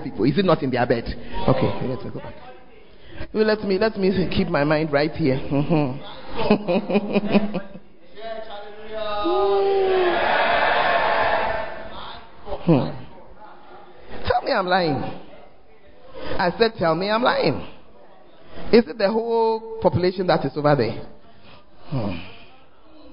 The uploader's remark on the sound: Preached at First Love Center, Ayeduase (Charisma Service)